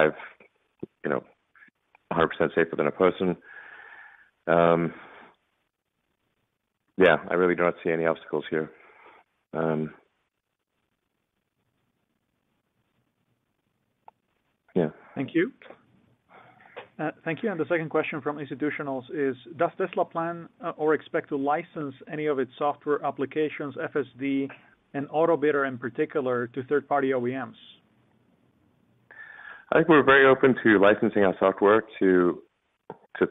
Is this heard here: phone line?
yes